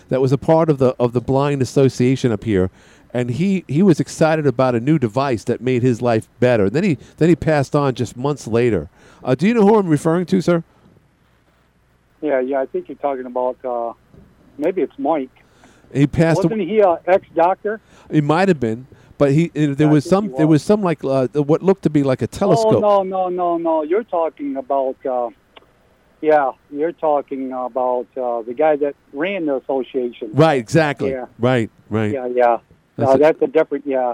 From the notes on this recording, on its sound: called in today.